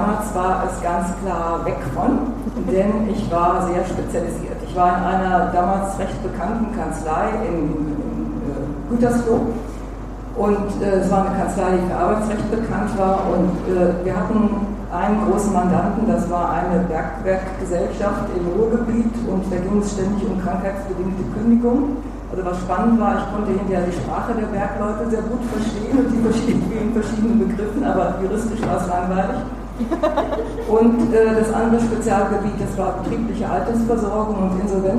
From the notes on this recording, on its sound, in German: Da es sich um einen Live Mitschnitt handelt, kann es vorkommen, dass der Ton an der ein oder anderen Stelle ein wenig schlechter als gewohnt ist